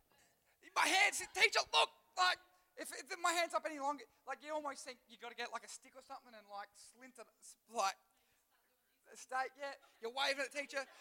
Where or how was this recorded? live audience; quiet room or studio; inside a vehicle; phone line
live audience